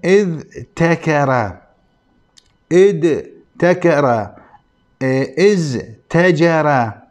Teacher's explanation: لاحظوا هنا مثلا إذ تكر إد تكر إز تجر، هذا أيضا فيه ثقل. وهنا سبب الثقل هو أنه التاء من حروف الهمس، وهذه الحروف حروف جهرية، فالانتقال منها إلى التاء فيه ثقل